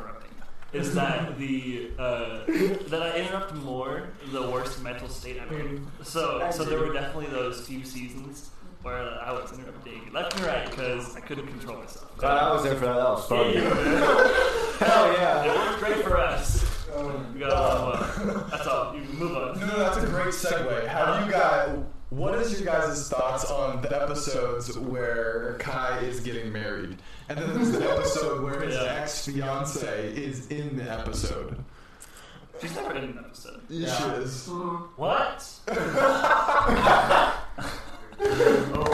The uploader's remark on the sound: We know the audio really sucks, we got it dialed in afterwards.